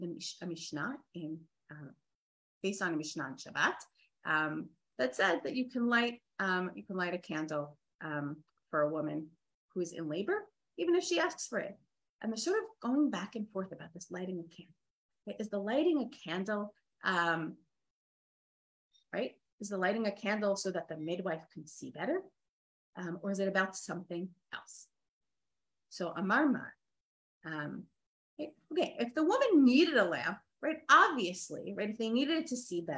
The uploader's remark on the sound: This audio was originally captured from Zoom